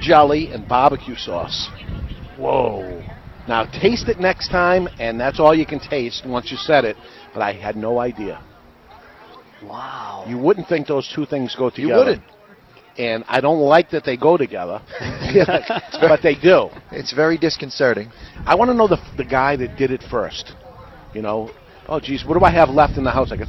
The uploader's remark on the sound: We're live at Two Guys Smoke Shop in Nashua, NH for a Fred Smith motorcycle run.